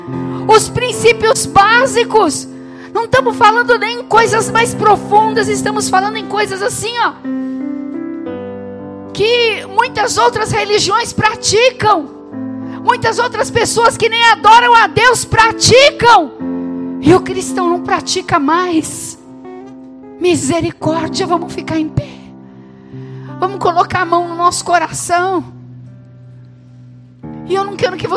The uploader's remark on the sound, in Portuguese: Gravado no Culto da Família.